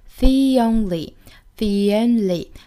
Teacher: 那么 the 和 only 放在一起，那么 the 变音成元音 e. The only.The only,这里面呢也加一个耶的音了。我们经常讲元音加元音的连读要加耶。The only way, the only way to catch an